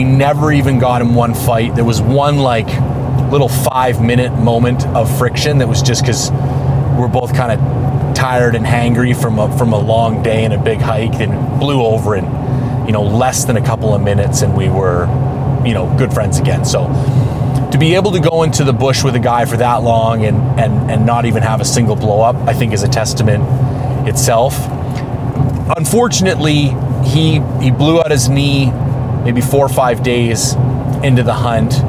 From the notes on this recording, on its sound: He took a field recorder with him on his latest adventure and tried to record a live hunt podcast as best he could.